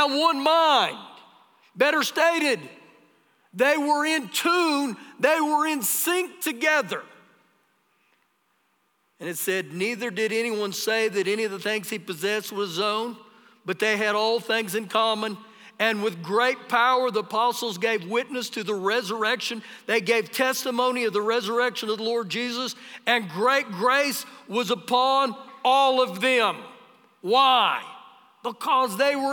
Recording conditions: live audience